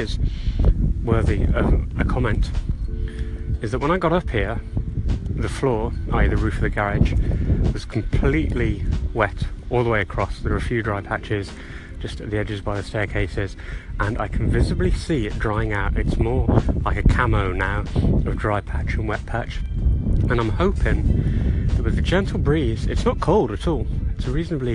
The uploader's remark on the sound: Live from trackside in an open test day at Rockingham Motor Speedway.